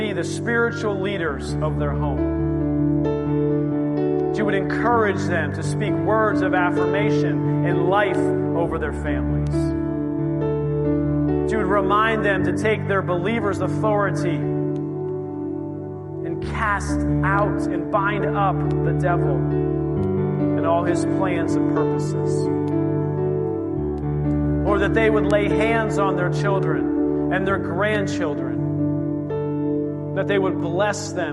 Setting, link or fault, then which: setting, large echoing room